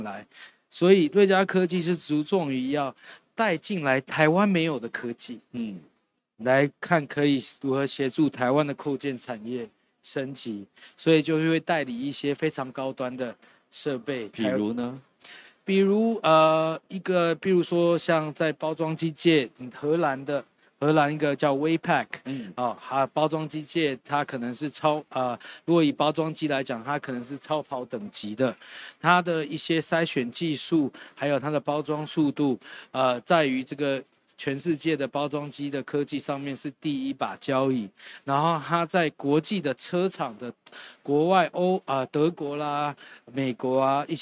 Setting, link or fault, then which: setting, busy venue